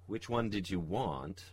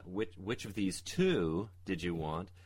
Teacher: But if they were really asking, which one did you want, and uh, which, which of these two did you want, they it's likely that that hua pronunciation would just reduce down to a w sound